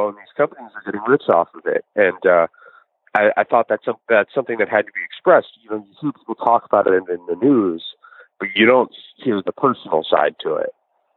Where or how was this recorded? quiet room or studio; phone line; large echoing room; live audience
phone line